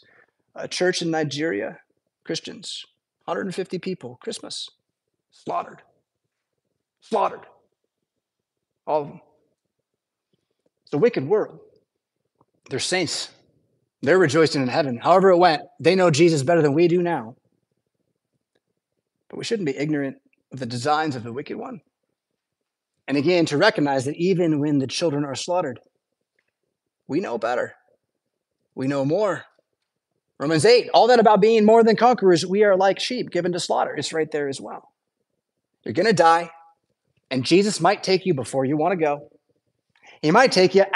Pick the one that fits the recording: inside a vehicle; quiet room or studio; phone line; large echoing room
large echoing room